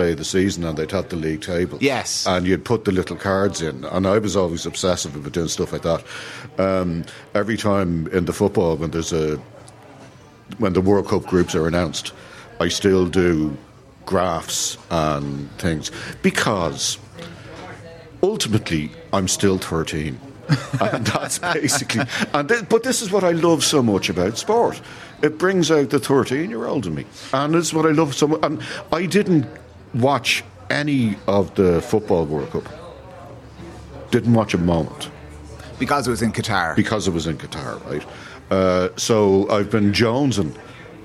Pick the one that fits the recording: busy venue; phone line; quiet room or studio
busy venue